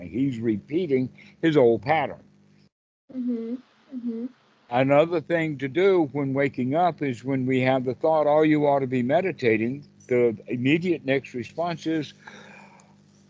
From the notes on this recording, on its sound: skype calls on this channel